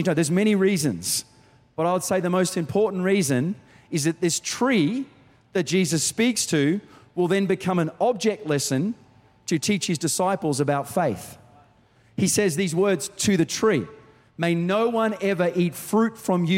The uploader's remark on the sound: Recorded during our 5pm service on Sunday, the 3rd of December 2023.